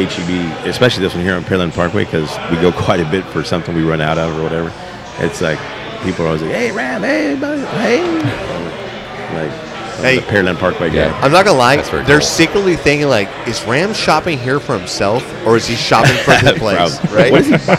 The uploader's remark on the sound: On location at his sports bar.